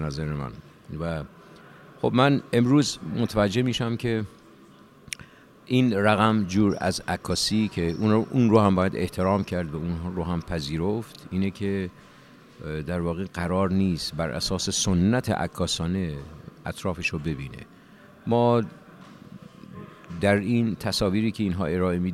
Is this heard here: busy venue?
yes